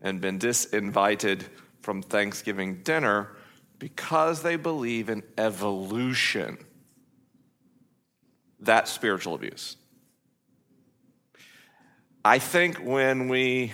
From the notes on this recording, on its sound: It's a live episode of the program this week coming from the LIMINAL Conference hosted by Ventura Vineyard .